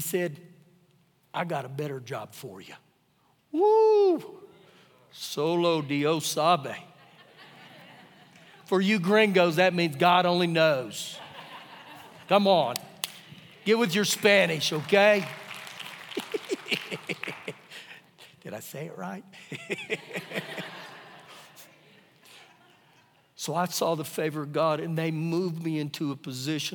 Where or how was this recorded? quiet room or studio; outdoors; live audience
live audience